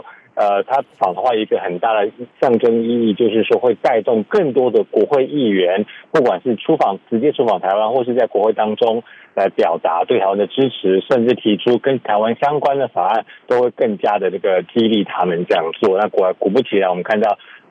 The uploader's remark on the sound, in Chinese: 美國之音每月連線。連線美國之音白宮記者。